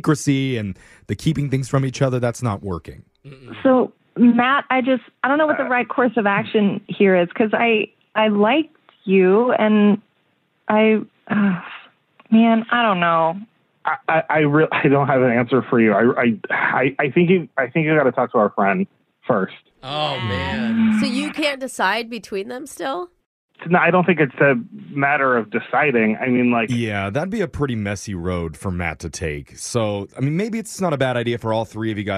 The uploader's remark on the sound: The woman on the phone today